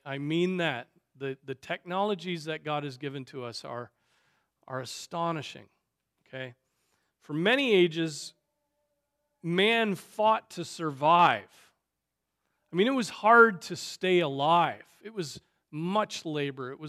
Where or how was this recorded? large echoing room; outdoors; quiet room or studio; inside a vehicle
large echoing room